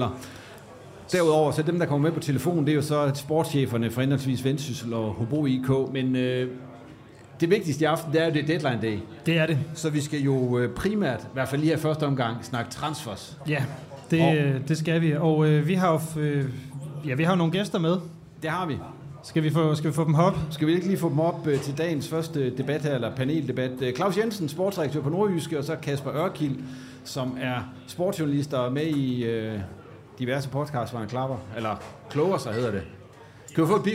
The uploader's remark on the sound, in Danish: live fra Proud Mary